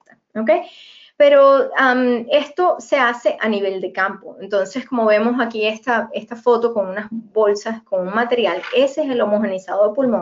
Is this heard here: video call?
yes